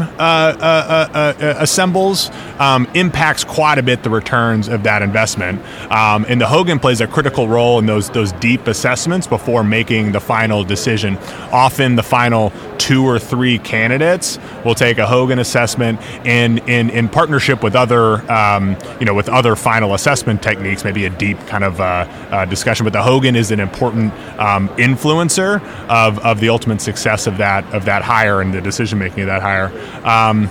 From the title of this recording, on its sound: Live from SIOP